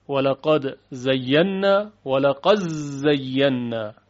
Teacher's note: ادغام دال در ذال، لقد ذرأنا، لقد ذرأنا. همچنین ادغام دال در ز یا زای